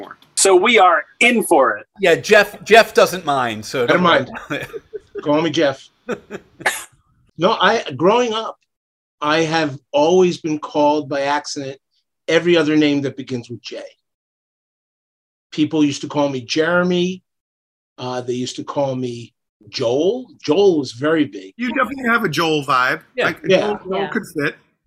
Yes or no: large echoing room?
no